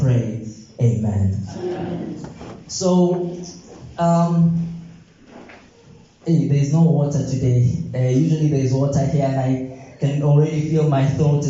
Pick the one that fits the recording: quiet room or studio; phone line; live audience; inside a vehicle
live audience